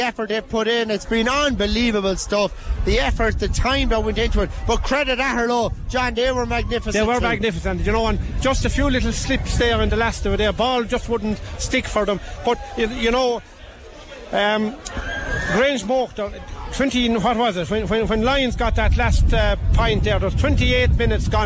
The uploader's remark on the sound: LIVE Commentary. Listen back to Tipp FM's coverage of the 2023 Tipperary intermediate football championship final replay.